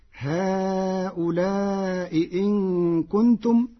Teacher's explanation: قرأ ورش هؤلاء إن كنتم بتسهيل الهمزة الثانية وإبدالها حرف مد مشبع